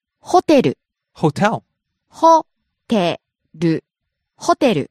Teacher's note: Starts high, drops on the second syllable. Te stays low.